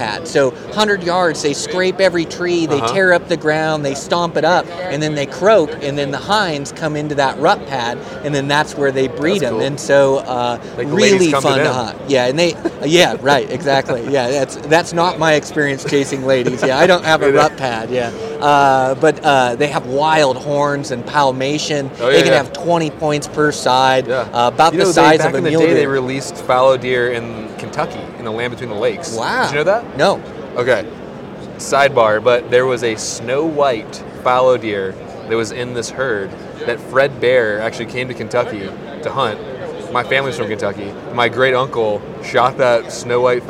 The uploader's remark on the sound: LIVE FROM HUNT EXPO VOL. 2. In this second installment from the podcasts I laid down at hunt expo.